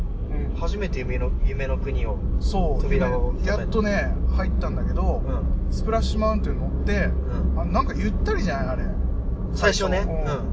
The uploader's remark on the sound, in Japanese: ヒトノワまでの車内雑談※雑音注意！先日お邪魔した『カフェ ヒトノワ』さんへ向かう道中、車内での雑談が思ったより盛り上がったのでオマケとして配信します。車内での録音ですので、走行音などの雑音が混じっております。完全ノーカットでお送りいたします。